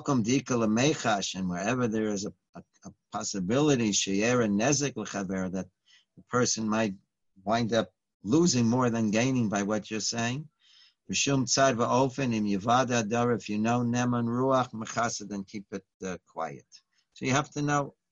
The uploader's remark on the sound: Live On Zoom.